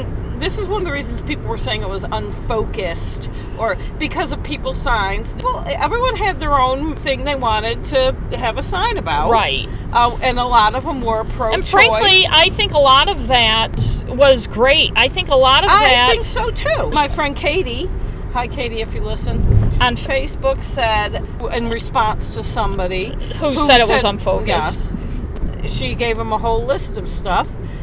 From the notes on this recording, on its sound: A special road trip episode as we talk in the car ride home from Washington DC.